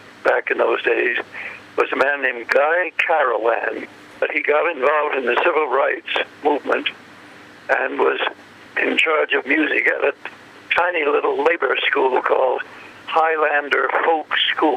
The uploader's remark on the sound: By phone. On his way to a performance.